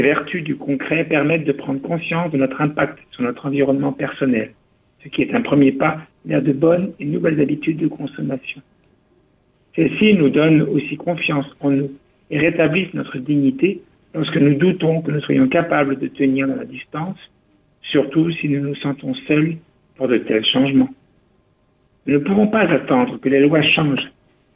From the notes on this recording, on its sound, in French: invité par téléphone